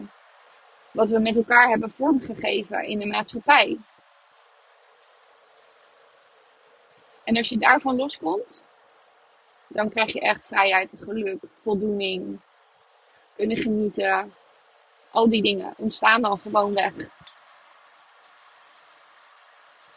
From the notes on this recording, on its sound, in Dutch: deze podcast opgenomen vanuit de auto